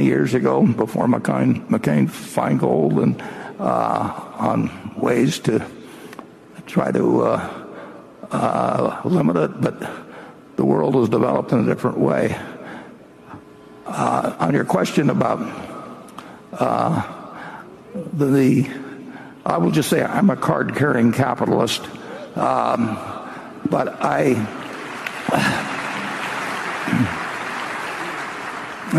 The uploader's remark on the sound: Five hours of Q&A at the 2019 Berkshire Hathaway AGM in Omaha. Field queries from shareholders.